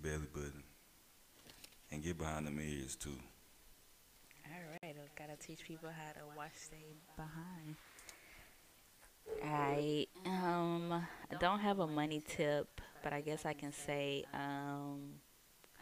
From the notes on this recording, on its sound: The audio was messing up